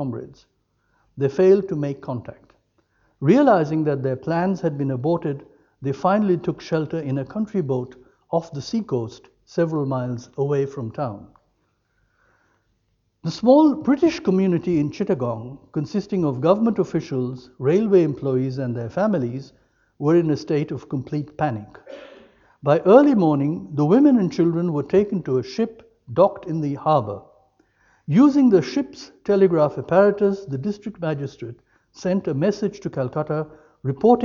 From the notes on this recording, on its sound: lecture as part of UCD's 1916 as a Global Event series of lectures